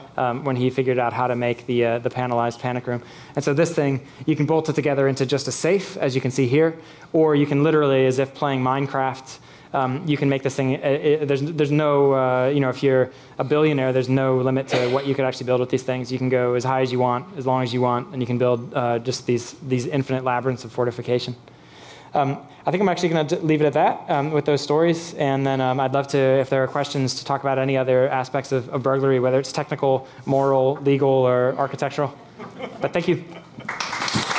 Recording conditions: busy venue